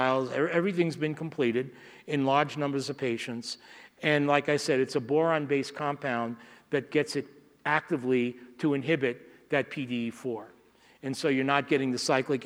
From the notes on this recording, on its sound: From the SDPA 14th Annual Fall Dermatology Conference 2016, held November 2 – 6 in Las Vegas, Nevada.